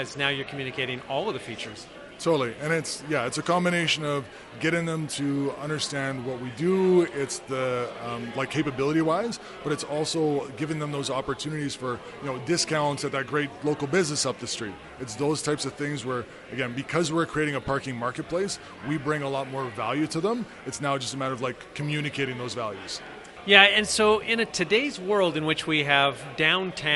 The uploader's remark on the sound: We’re at the Edmonton Unlimited Open House, and we’re speaking to a lot of incredible entrepreneurs.